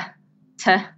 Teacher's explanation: sounds that are stops, where you release a puff of air